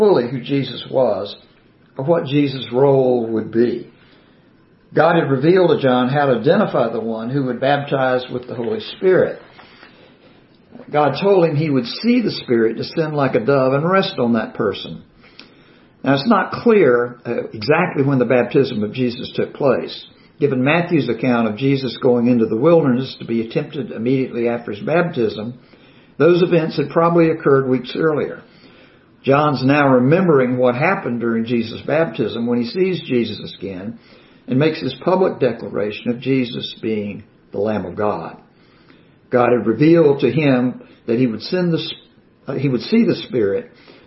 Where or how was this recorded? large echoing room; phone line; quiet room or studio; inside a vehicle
large echoing room